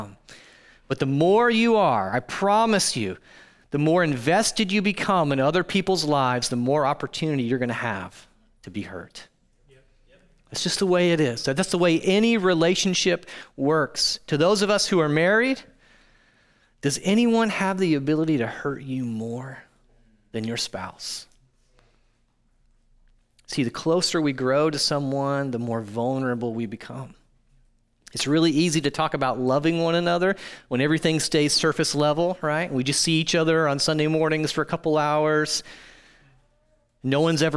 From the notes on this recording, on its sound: audio from New City Church in Champaign-Urbana, IL